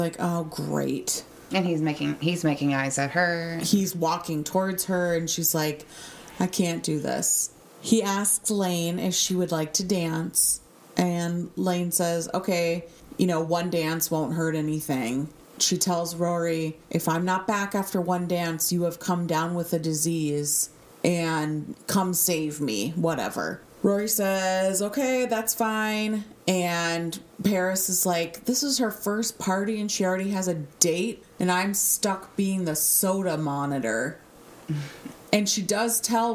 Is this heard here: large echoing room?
no